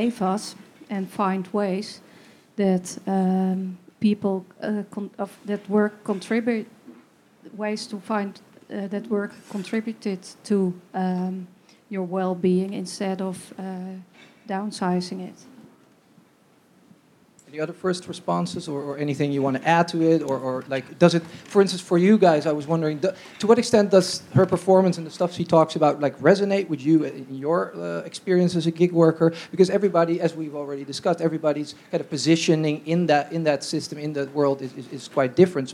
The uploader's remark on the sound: Questions from Gig Workers session at 'Reshaping Work in the Platform Economy conference.